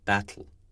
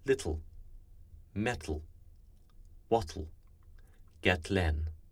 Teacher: The tongue tip sticks to the alveolar ridge, and the sides of the tongue explode into the cheeks. This may happen on one side or the other, or on both sides. · Term: lateral release